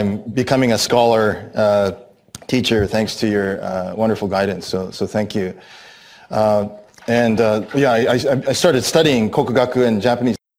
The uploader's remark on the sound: This presentation was delivered on 24th November, 2017 at the Institute of Asian Research at the University of British Columbia, Vancouver.